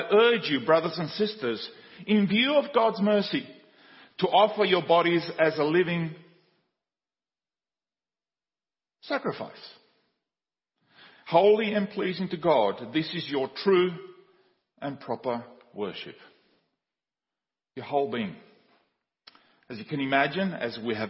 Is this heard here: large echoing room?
yes